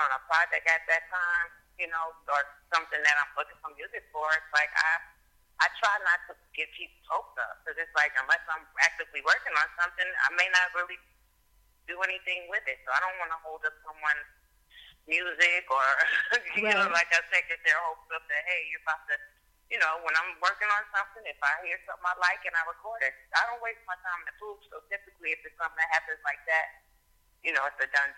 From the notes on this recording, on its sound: chats on the phone